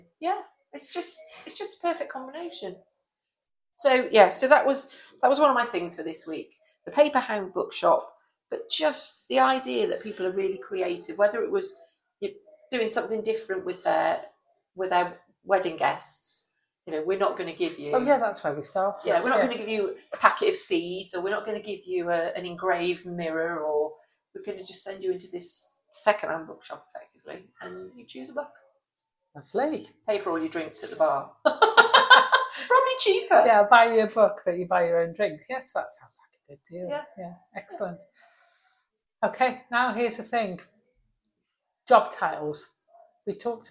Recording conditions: sounds in the background